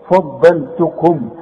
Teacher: دائما فا فوزي وفادية وفاروق فا مش فا، واني ايه فضلتكم، الفه حاول تطلعها مرققة، واللام لازم تطلعها مرققة، ما تقولش فضل، فضل لا، فضلتكم، الضاد هي المفخمة في